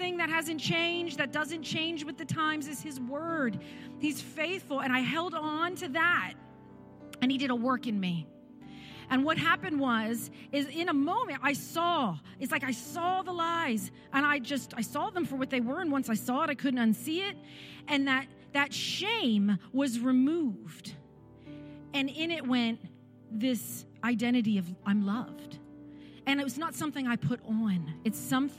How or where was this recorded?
large echoing room